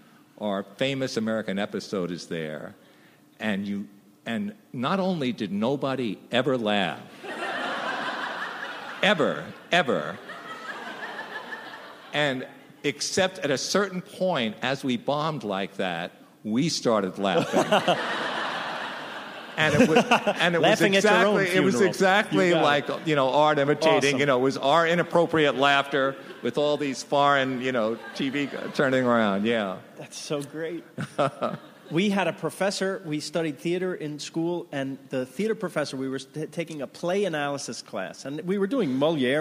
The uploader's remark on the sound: Recorded June 6, 2015 at ATX. From ATX Television Festival.